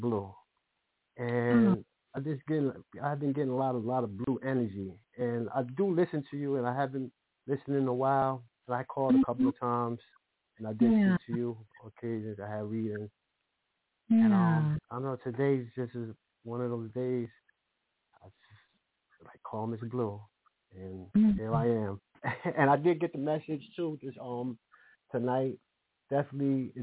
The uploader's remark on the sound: Live Call In Show.